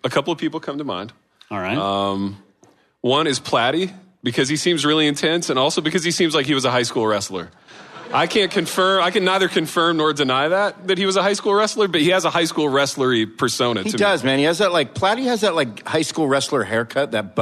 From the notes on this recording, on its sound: Reunited LIVE and in person at a hipster church in East Louisville. That's right, it's TOGETHER FOR THE RANT.